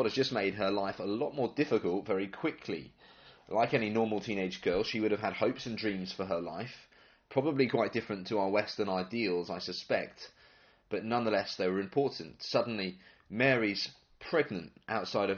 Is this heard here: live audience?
no